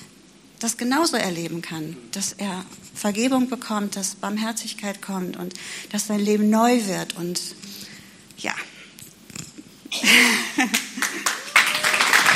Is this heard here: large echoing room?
yes